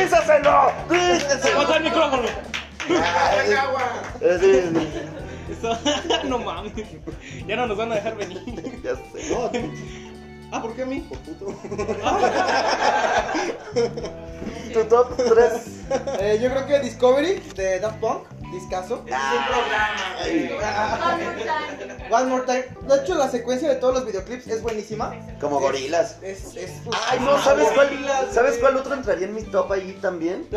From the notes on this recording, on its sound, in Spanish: Nos invitaron nuevamente a Antikcafe. Nuestro público invitado estuvo muy simpático.